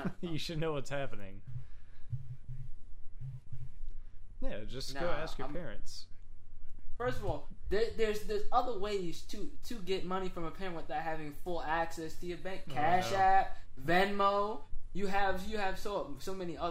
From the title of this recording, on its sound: Pants audio done messed up!